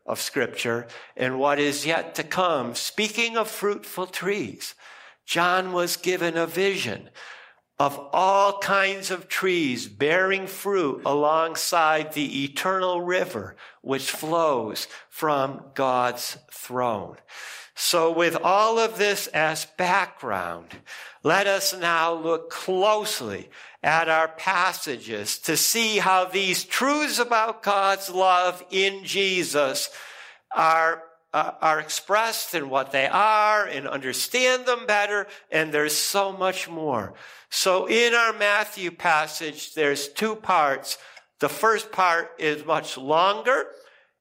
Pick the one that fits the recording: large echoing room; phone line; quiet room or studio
large echoing room